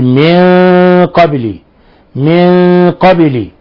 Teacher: فخمنا الغنة، لأن القاف من الحروف المفخمة، من حروف الاستعلاء، من الحروف المفخمة، والغنة تتبع الحرف.